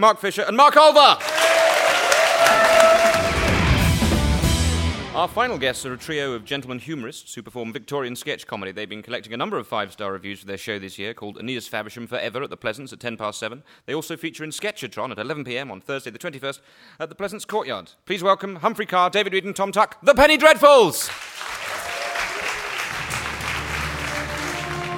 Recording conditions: live audience